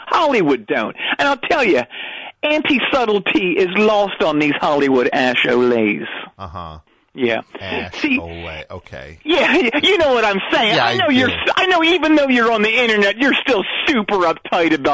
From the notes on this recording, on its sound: call in from jail